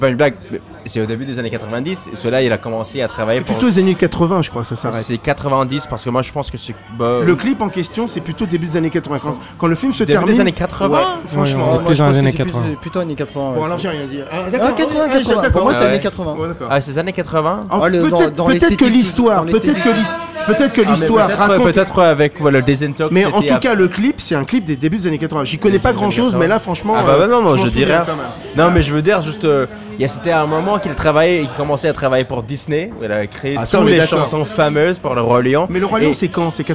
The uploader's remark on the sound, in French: Enregistré au Hurling pub (8 Rue Descartes, 75005 Paris), le vendredi 31 mai 2019.